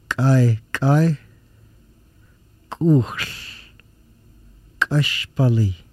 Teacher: The hard Q sound is made in as far back of the mouth as the tongue can go, but stopping the air, then releasing, with the throat tensed and the vocal cords closed. The hard Q sound made with a catch in the throat.